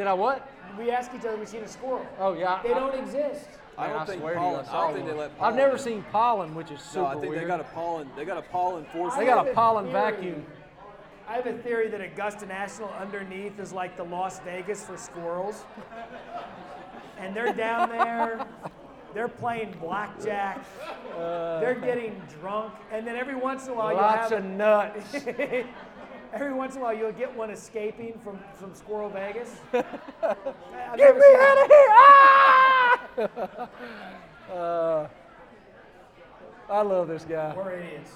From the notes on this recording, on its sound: Live from Augusta. Live from Savannah River Brewing Company.